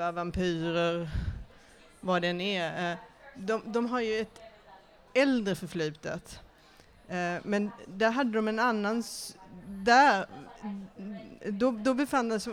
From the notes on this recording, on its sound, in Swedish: Bokmässan live. Fantastisk Podd Live på Bokmässan i Göteborg 2015.